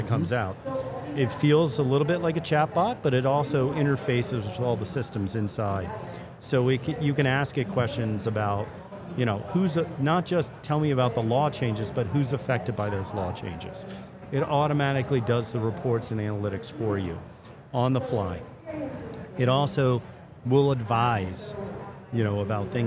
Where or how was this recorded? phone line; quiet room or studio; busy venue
busy venue